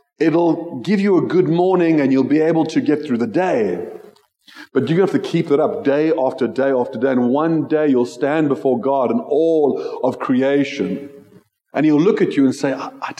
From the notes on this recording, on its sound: Joshua Generation Church Milnerton congregation